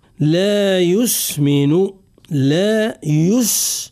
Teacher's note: السين يجب أن نظهر رخاوته وصفيره، لأنه يتصف بالرخاوة والصفير. الصفير هو صوت يشبه صوت الطائر أو بعض الطيور.